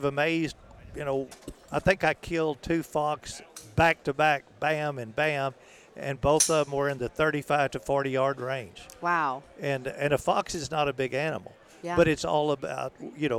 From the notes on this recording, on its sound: recorded at the NRA Show